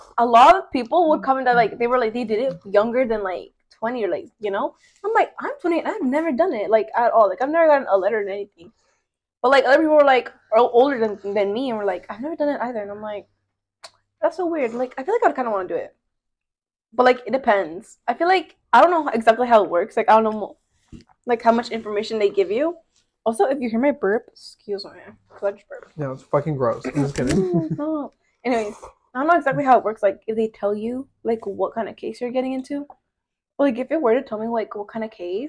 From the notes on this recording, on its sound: Here’s the final episode of the horrible audio! Again we deeply apologize for the quality.